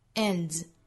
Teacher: 那后面加的 s 读浊辅音